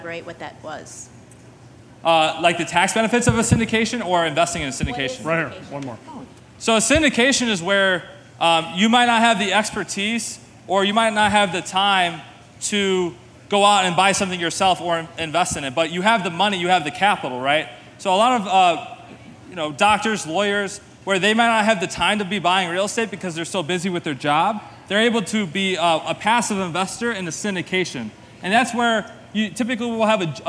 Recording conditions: live audience